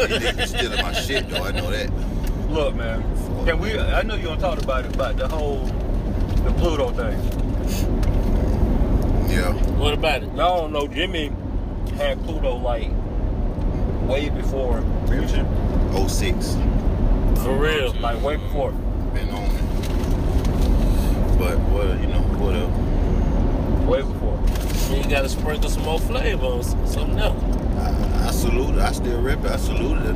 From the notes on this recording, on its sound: This time around we press record in the car. Right outside of Montgomery, AL headed to Pensacola, FL.